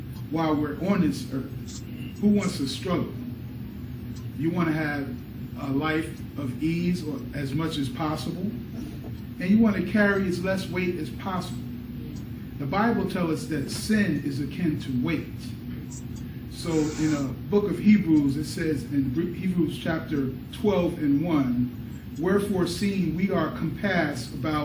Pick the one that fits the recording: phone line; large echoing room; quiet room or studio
large echoing room